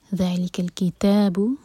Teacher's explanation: ذل ذ مد طبعی دو حرکہ لمبا، ذالک الکتاب، جب کیف کو لام سے جڑیں تو لام پر جھٹکا نہ ہونے دیں